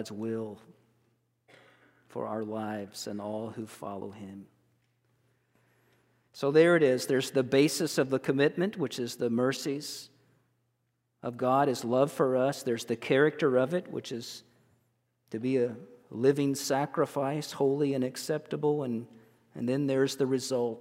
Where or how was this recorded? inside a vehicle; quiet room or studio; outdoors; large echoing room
large echoing room